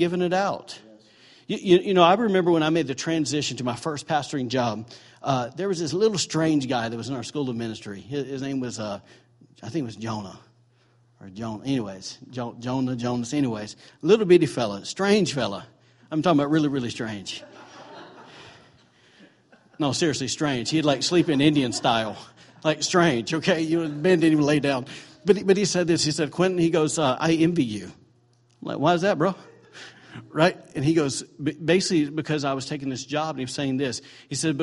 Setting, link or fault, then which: setting, large echoing room